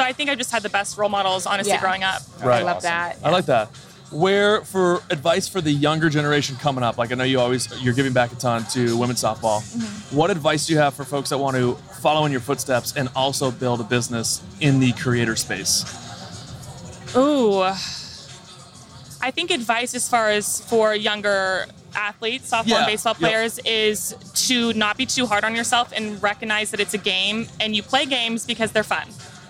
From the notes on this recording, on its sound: At Fenway Park in Boston for this week's episode!